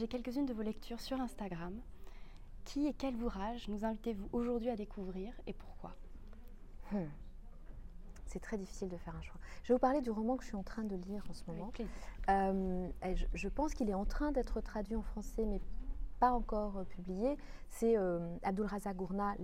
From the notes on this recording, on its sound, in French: au Littérature Live Festival de la Villa Gillet le 16 mai 2022